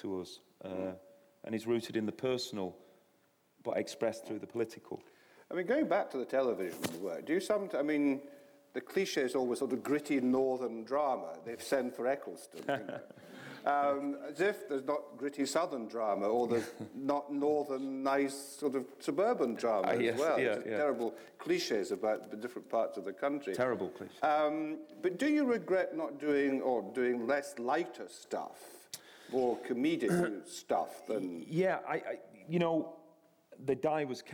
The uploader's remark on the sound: This is a live recording of a Platform event from July 2012.